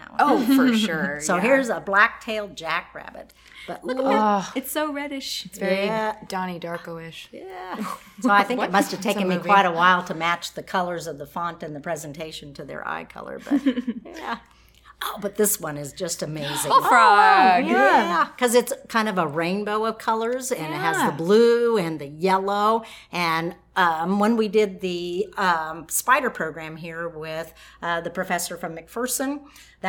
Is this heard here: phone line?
no